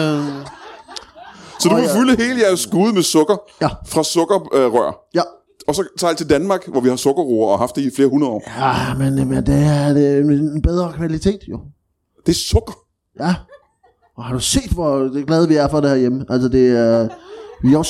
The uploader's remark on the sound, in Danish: LIVE fra Holbæk